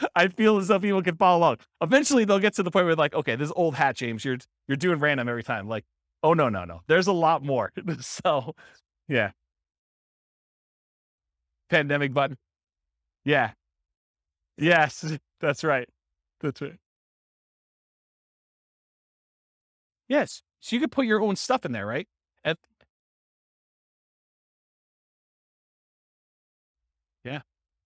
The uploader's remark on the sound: This was a live class recorded